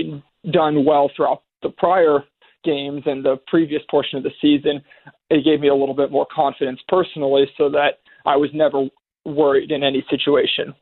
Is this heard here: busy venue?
no